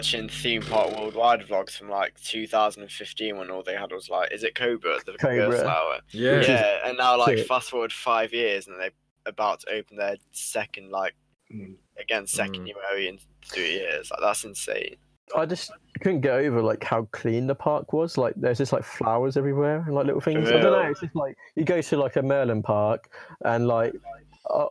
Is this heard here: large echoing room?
no